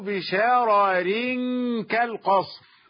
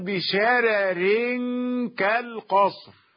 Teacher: ورش يرقق الراءين عند الوصل · Shown in: second take